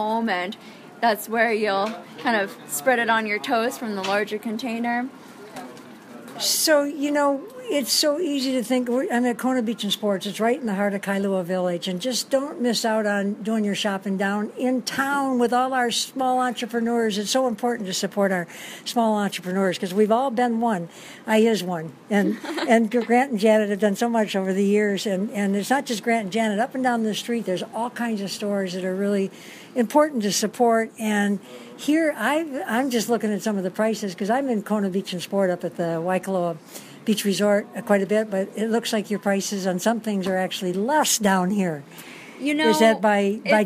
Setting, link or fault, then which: setting, busy venue